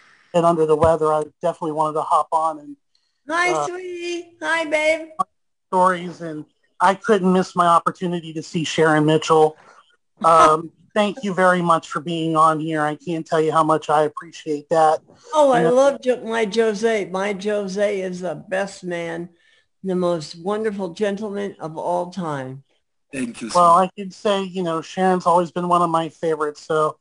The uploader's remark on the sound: The Zoom Show is more of a gathering of old friends and stories.